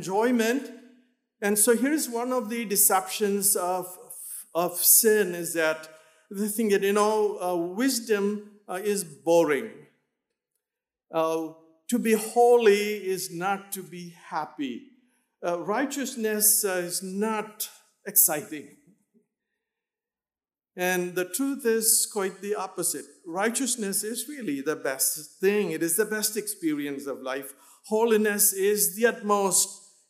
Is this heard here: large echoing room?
yes